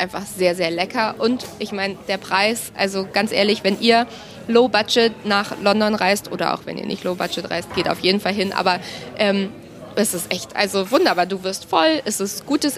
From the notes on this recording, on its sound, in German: Und genau in so einem Caff haben wir diese Folge aufgenommen. Das Regency Café in Westminster ist eines der bekanntesten Caffs in London.